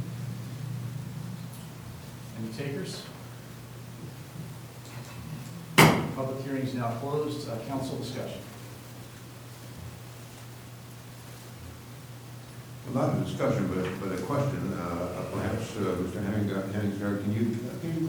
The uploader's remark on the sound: Live recording of the July 1, 2019 Astoria City Council meeting.